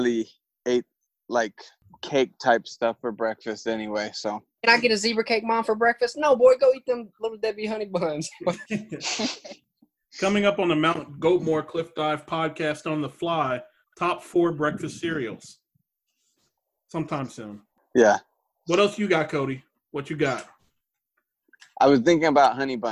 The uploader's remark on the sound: It was also recorded completely on the fly and without preparation at all. A lot of audio issues.